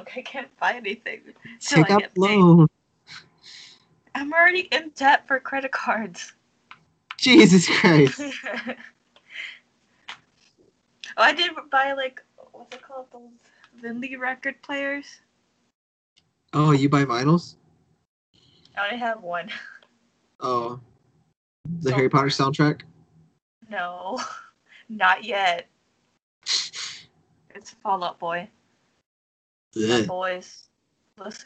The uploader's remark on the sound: Sorry for the shitty audio!